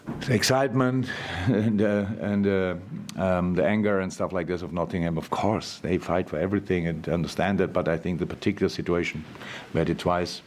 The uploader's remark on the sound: LFC Press Conference. Speaks to the media after Liverpool beat Nottingham Forest 0-1 in the 99th minute in the Premier League!